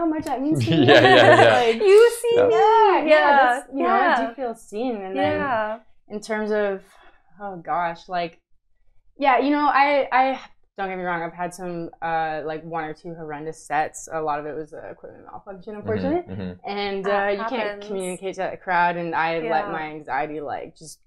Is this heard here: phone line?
no